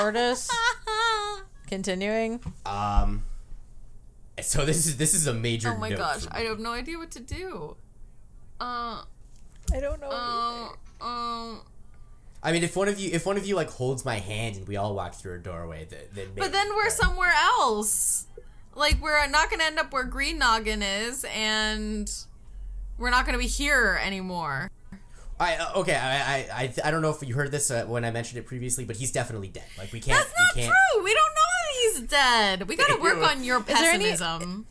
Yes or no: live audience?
no